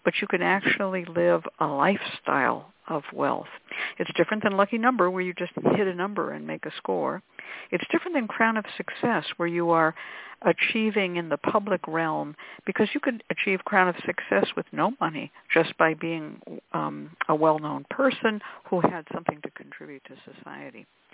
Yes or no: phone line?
yes